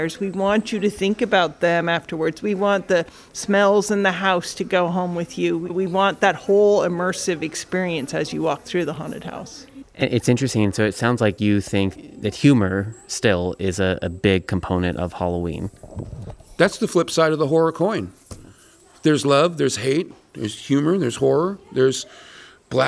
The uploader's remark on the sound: This episode was recorded on-site on October 8th 2021